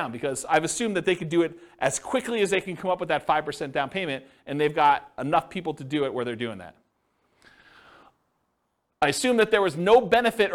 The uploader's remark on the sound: This was a live class recorded